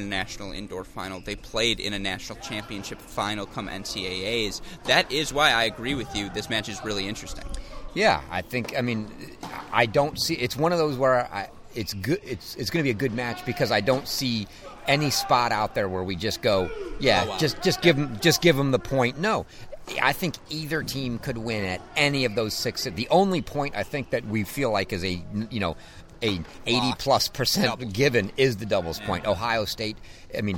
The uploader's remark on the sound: come to you live from Wisconsin's Nielsen Tennis Stadium